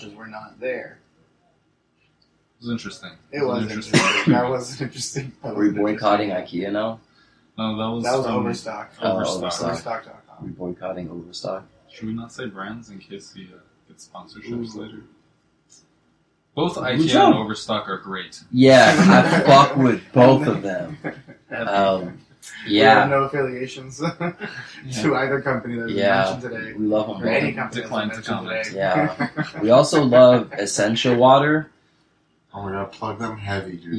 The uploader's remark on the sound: That crispy clean sound you were used to, is not a go for this pod ep.